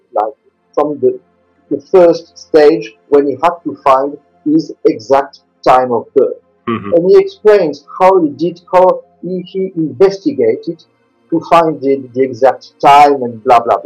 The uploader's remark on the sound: This episode was meant to be part of the launch of the podcast, but it had some sound problems. However, because we did not want to lose such an interesting conversation we decided to enhance the sound and subtitles as much as possible and share it.